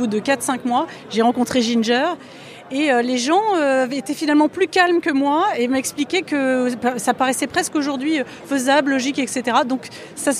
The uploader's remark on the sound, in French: Spécial NFT Paris. Episode Spécial enregistré en Live au salon NFT Paris. Aujourd'hui, j'ai rendez vous au Grand Palais éphémère pour l'événement tech le plus hype de l'année à Paris le salon NFT Paris.